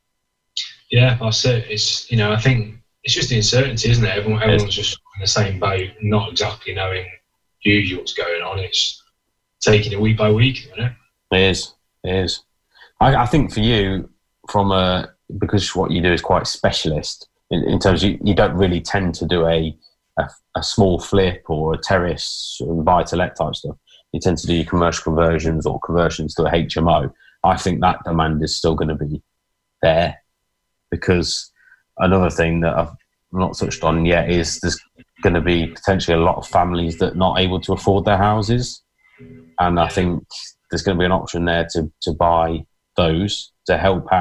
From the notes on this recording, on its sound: talking to you via a Zoom video link!